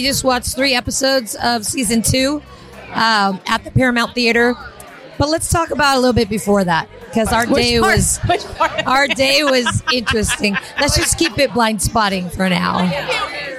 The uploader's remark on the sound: SXSW Festival 2023. Basic Bitching at the Blindspotting Premiere Party. This is a Basic Bitch from the Fairmont Hotel in Austin, as we celebrate the season premiere with cast and crew from the show.